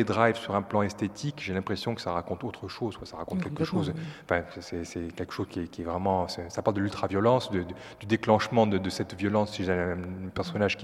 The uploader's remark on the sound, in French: En direct des Grands Voisins